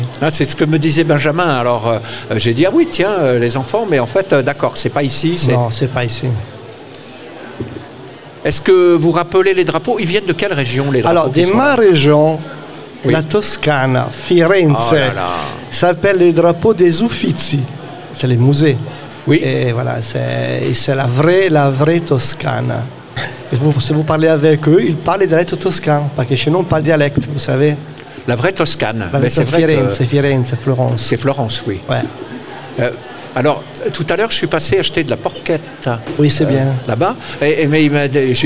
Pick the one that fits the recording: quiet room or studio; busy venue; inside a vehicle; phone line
busy venue